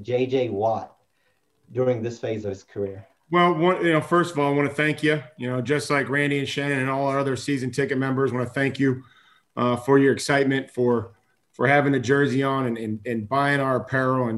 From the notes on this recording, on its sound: During a live video conference call.